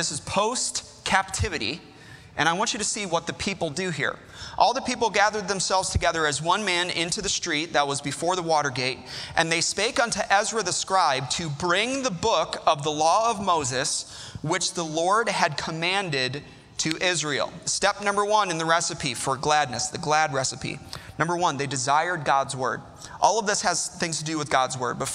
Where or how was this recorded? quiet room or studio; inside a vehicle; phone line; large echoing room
large echoing room